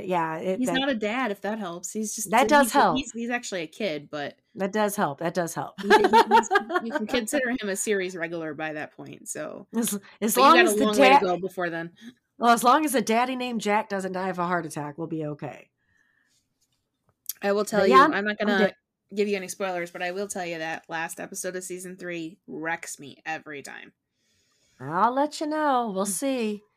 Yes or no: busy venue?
no